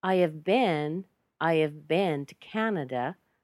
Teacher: we remove the H, we put a schwa there instead of the a, and you get of